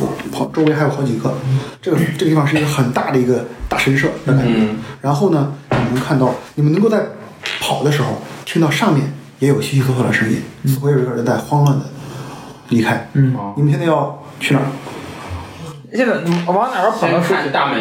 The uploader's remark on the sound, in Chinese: 因为这次跑团时录制的设备并不专业，再加上环境和大家散座的位置，音质会比较差，调试之后改善不大。